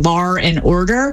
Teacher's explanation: The linking R, which is an extra R we find in dialects that typically drop the R, and New York is one of those, British English is another, and that is where you get lar and order.